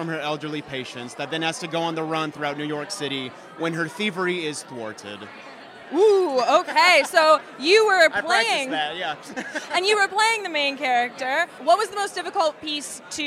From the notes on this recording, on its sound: This week we take you to opening night of the Soho International Film Festival. This week we take you to opening night of the Soho International Film Festival.